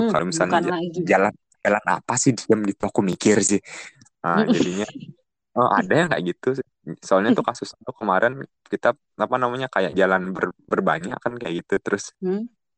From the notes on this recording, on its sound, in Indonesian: Podcast ini direkam jarak jauh, mohon dimaklumi bila suara tidak stabil